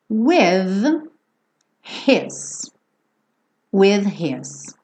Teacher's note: Esse with, ele termina nesse som do TH, né? com voz, não é o som do TH só, só ar